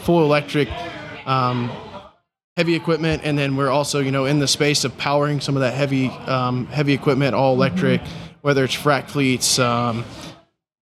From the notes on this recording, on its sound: During the PBIOS conference